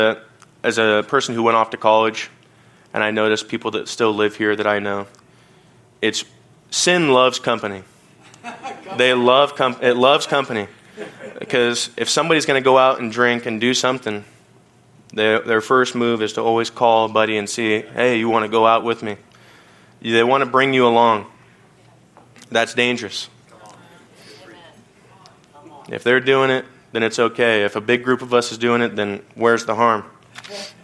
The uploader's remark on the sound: from the Wednesday service on August 23, 2023 at Harvest Bible Church in Stockton, CA